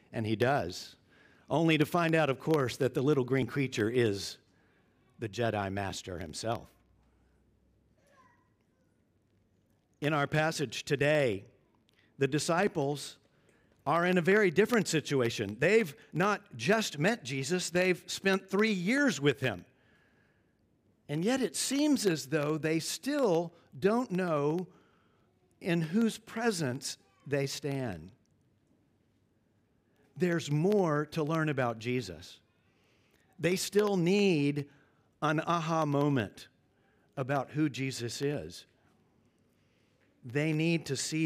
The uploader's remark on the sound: At Covenant Hope Church in Dubai, UAE.